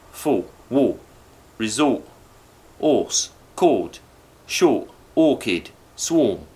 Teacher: The or sound in north is almost a pure O.